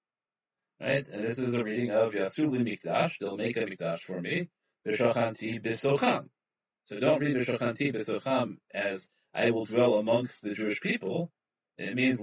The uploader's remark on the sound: In a ZOOM Shiur presented by the Young Israel of Sharon, Massachusetts